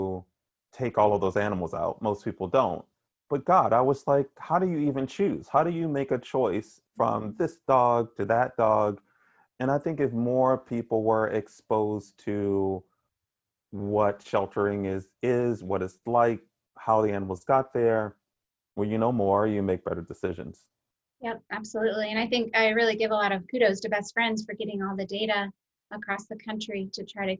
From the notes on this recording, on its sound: What do you get when you take 18 of the best and brightest lifesaving innovators, pair them up, put them on a Zoom call and hit record? The two-day, online event.